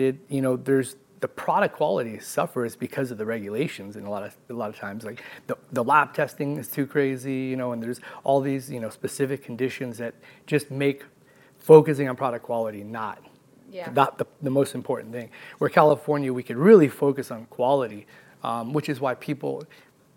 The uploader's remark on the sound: Live from MJBizCon 2023 in Las Vegas